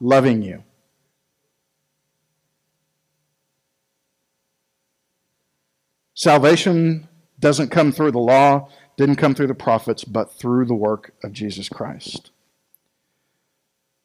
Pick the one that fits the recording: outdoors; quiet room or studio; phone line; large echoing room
large echoing room